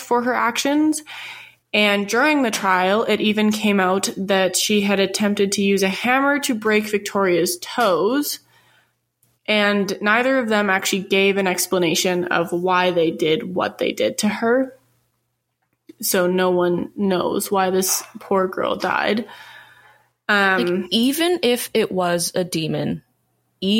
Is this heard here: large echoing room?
no